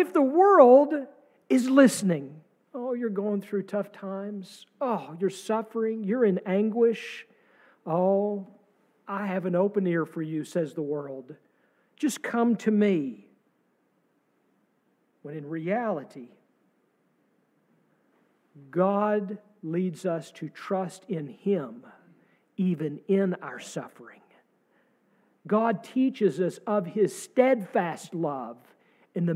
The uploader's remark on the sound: sermon from our service on April 2, 2023